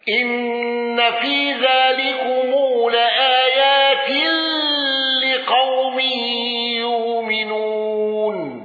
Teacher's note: بقصر المنفصل وصلة ميم الجمع والغنة